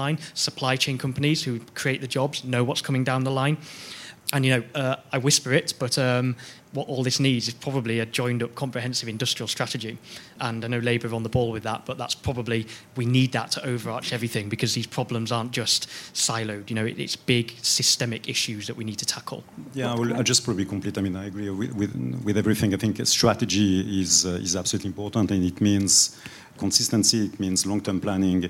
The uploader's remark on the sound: This is a live recording from the New Statesman Media Group's Path to Power conference.